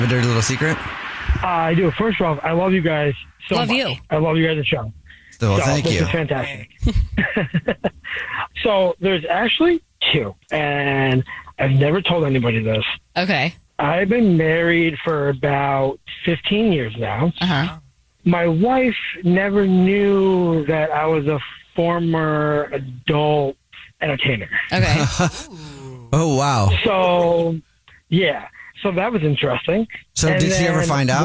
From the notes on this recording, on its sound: The man on the phone has not one, but TWO Dirty Little Secrets!